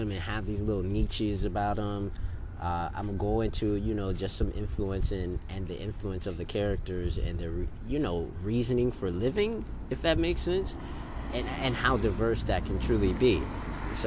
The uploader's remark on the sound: On the street recording